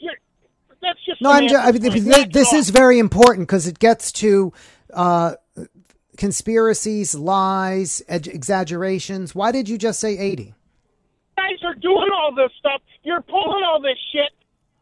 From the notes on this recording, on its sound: called in to my SiriusXM radio program